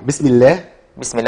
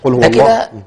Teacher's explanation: بسم الله مرققه والله مفخم